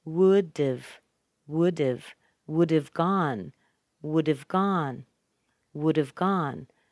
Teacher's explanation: I take off the H, and I'm going to connect those sounds together, the D with the A.